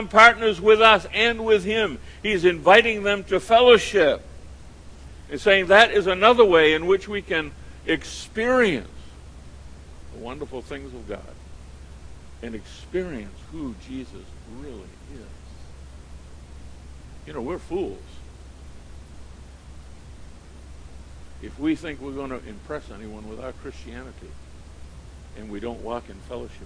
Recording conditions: large echoing room